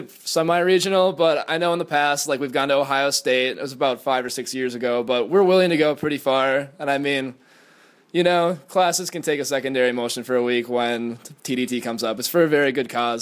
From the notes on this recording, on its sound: Live at the Triangle National Convention. We begin Live at the Triangle Fraternity Leadership School.